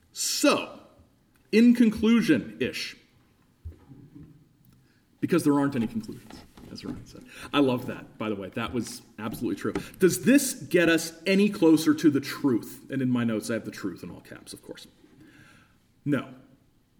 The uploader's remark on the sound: Live in Halifax, 2018